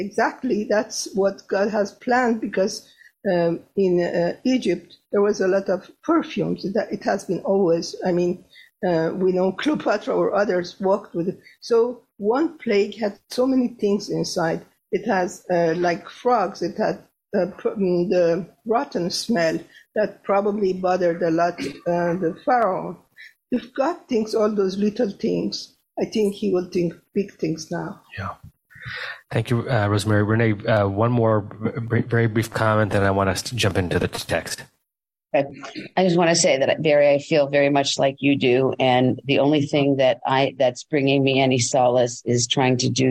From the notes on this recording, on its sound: Facebook/Zoom